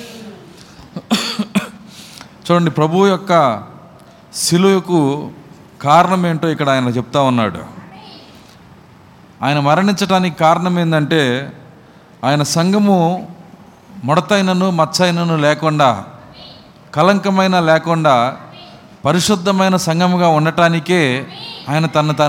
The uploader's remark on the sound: Live Audio - Communion Service. Tenali. We are broadcasting live services on Wednesdays & Sundays.